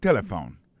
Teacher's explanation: On a remarqué que l'accent tonique là tombé sous premier syllabe là. Si nous besoin de dire bien, c'est téléphone.